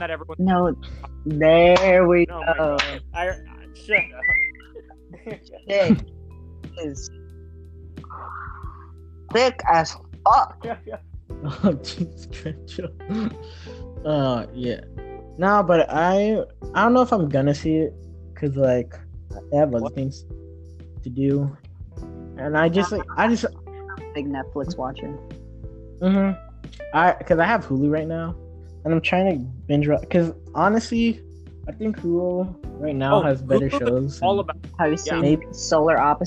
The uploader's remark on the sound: sorry for the audio im trying to get a microphone